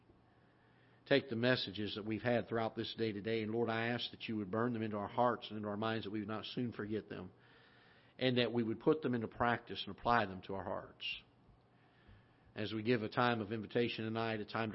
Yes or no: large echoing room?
yes